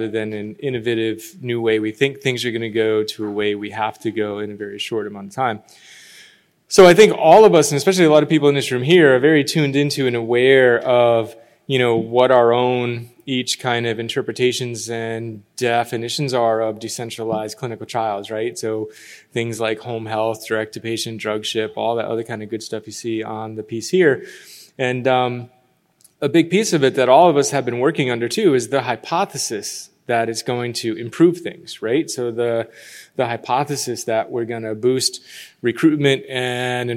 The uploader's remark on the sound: In this session recorded at DPHARM 2022